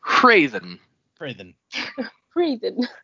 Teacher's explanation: According to this, that is pronounced Raven with a very subtle H at the beginning